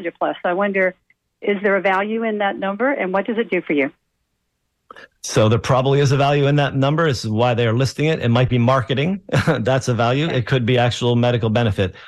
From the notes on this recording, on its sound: Listeners call in with their most pressing health questions.